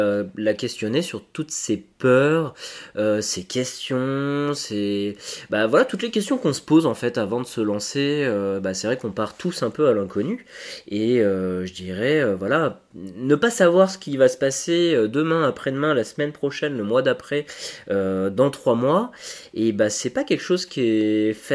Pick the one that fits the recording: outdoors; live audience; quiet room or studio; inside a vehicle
quiet room or studio